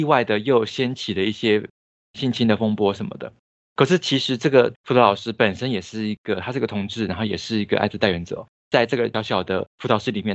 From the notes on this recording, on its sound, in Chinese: 本集Podcast透過Microsoft Teams通訊錄製。